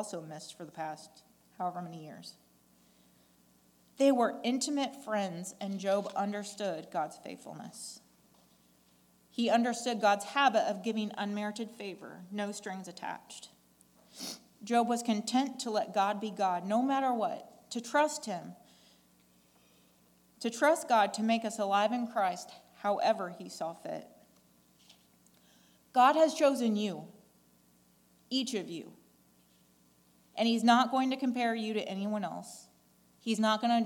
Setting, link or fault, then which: setting, large echoing room